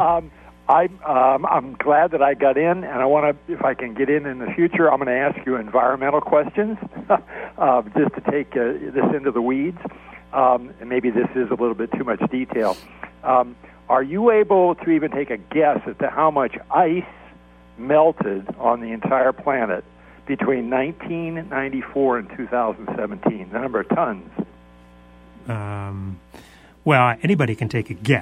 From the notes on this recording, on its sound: Comes in solo for this show and takes phone calls from listeners.